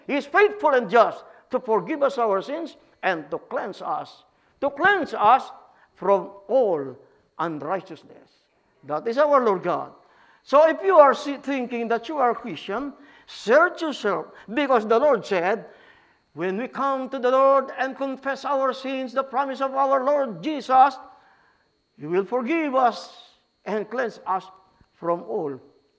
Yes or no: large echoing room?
yes